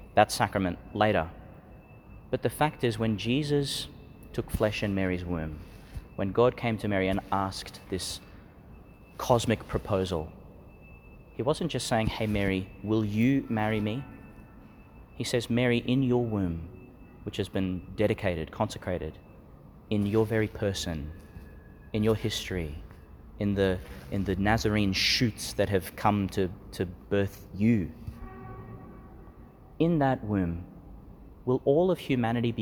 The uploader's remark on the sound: delivered in the Basilica of the Annunciation, Nazareth, Israel